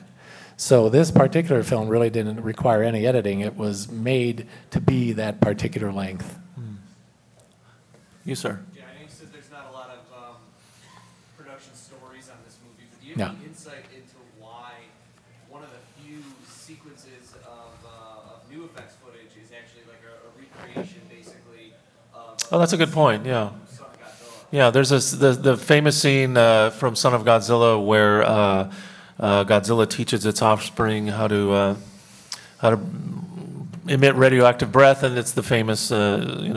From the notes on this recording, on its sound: Live at G-Fest 2019. At this panel from G-Fest 2019.